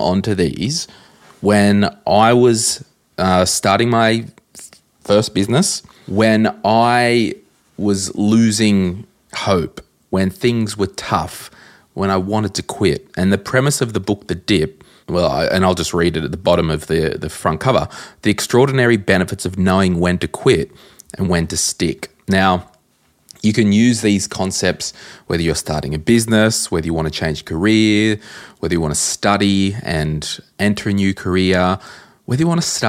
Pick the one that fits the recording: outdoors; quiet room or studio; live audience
quiet room or studio